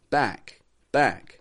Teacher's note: While it's a stop consonant, the letter K is kind of lightly released at the ends of words